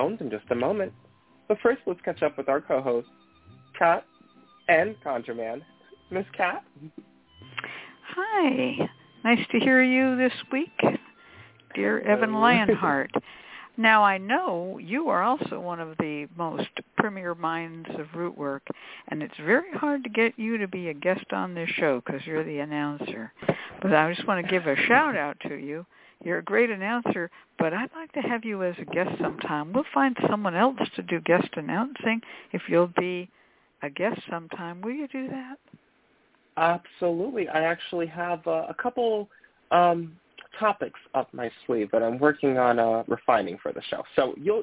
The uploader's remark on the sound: a real, live call-in show